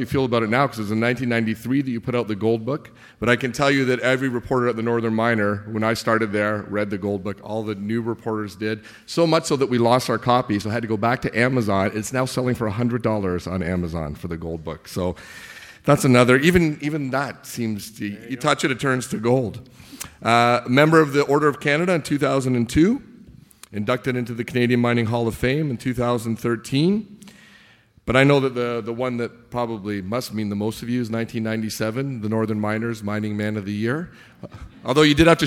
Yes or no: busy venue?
yes